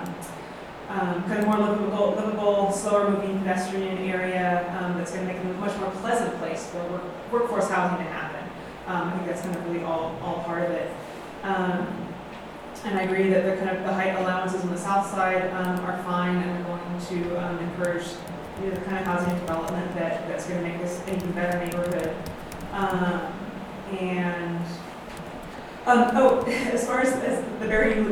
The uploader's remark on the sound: Live recording of Astoria Planning Commission Meeting, August 6, 2019